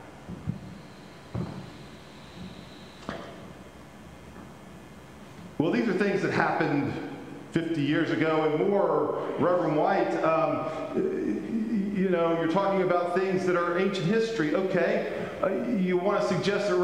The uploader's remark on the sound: Pender UMC Traditional Worship on August 21, 2022 at 9:00 am